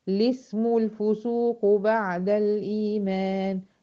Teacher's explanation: هبدا بلام مكسوره من غير همزه وصل